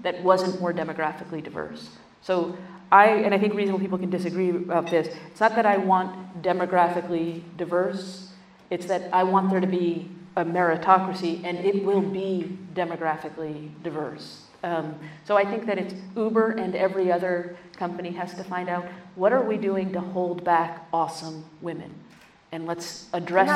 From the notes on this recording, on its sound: Live onstage